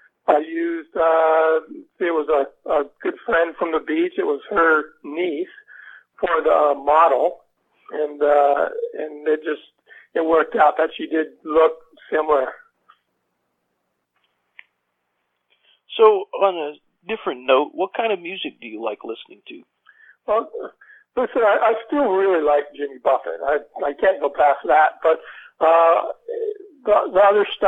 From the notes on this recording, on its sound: spoke to us by telephone from his home in Australia